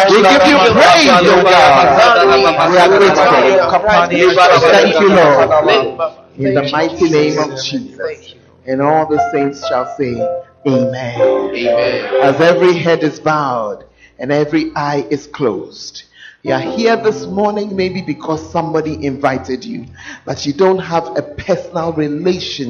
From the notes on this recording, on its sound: Preached at the First Love Center, Ayeduase